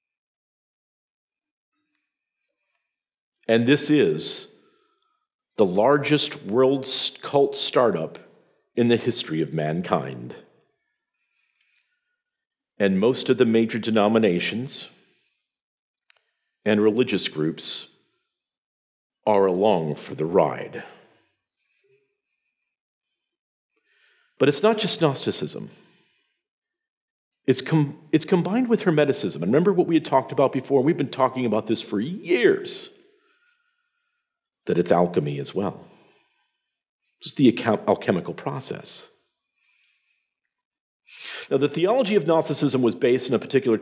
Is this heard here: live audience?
yes